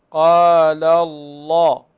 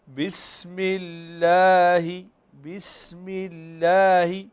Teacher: بسم الله، بسم الله. فاللسان في الأولى يستعلي يرتفع، واللسان في الثانية المرققة يستفل